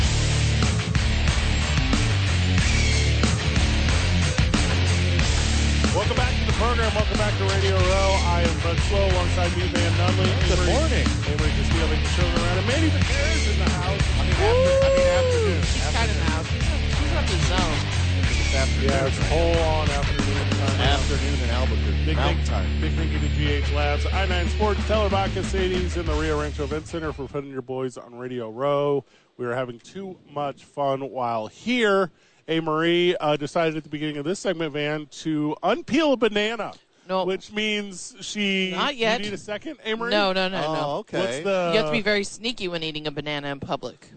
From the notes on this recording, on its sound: live from Radio Row